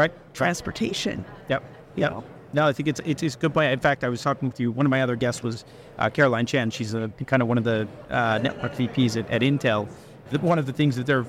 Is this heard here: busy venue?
yes